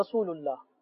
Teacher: اللہ کا لام بھی باریک پڑھ دیا جاتا ہے